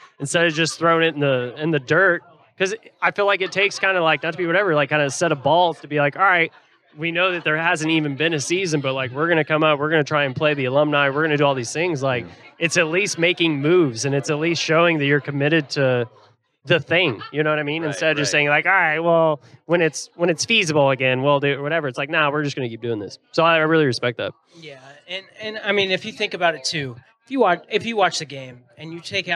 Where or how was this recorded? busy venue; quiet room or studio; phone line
busy venue